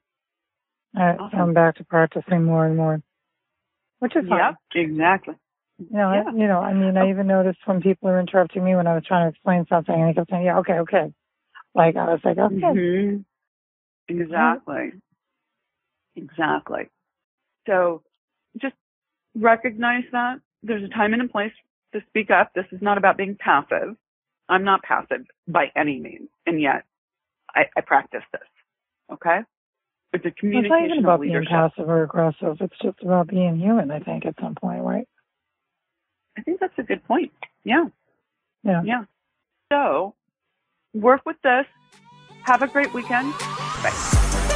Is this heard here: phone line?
yes